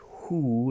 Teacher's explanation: in the question word, who, we are pronouncing and stressing the H